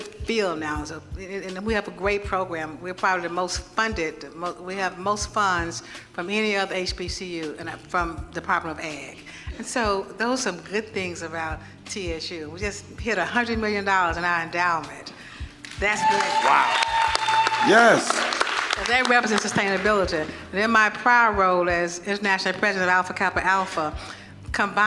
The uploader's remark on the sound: Live at John A. Merritt Classic in Nashville. Live at Tennessee State University, a HBCU, in Nashville, TN. While broadcasting live at TSU.